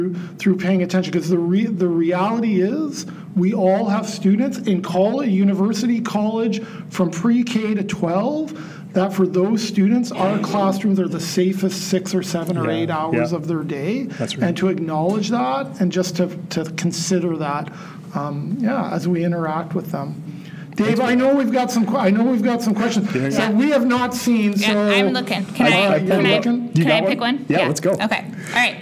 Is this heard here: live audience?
yes